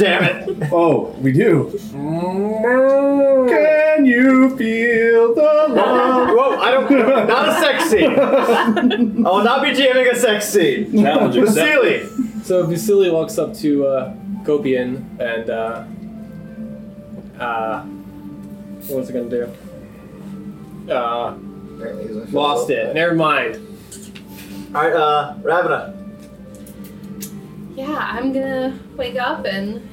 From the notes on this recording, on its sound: Please bear with us on the audio for these first couple of episodes as the audio quality gets much better as we adjusted our approach to recording these episodes.